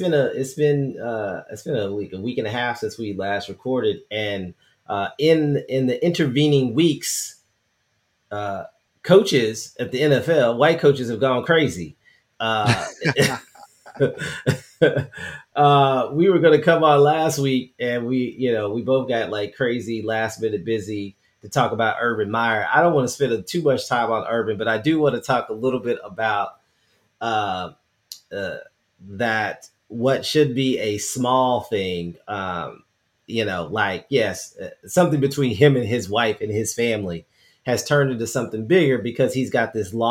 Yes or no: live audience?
no